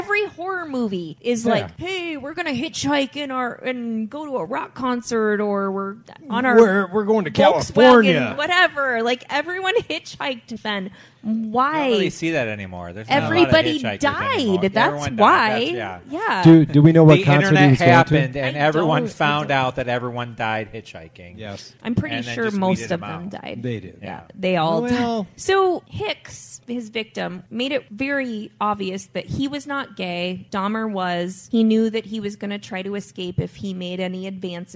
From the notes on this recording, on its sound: Live Brewery Show. Live From The Brewery!